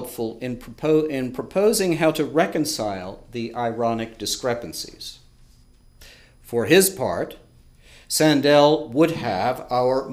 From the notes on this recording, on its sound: delivered this lecture on April 19, 2018 at the University of Chicago